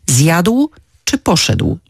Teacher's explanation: Pomijamy też bardzo często ł na końcu wyrazów w takich wyrazach jak na przykład zjadł czy poszedł.